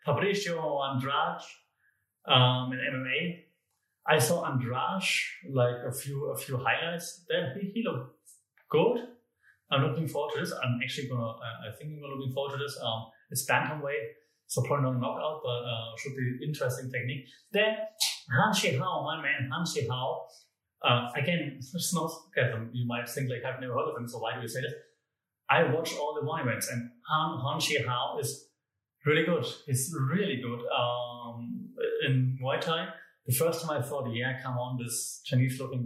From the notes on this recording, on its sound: Comes to you from a new studio room with lots of echo sorry, recorded right after moving - will be better with furniture next time.